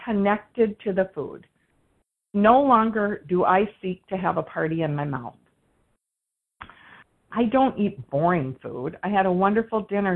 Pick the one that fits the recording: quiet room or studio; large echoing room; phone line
phone line